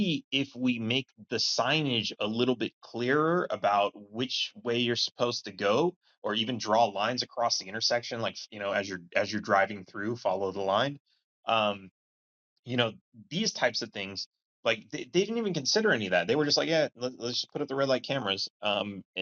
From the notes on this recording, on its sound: This episode is a live conversation recorded on the Clubhouse App